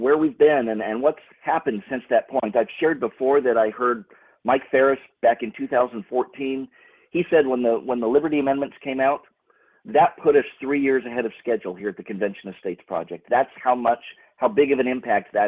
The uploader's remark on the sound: recorded earlier this week during a Convention of States leadership conference call